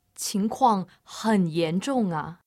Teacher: He sounds a bit like a southerner there, with a yeah on the end of that.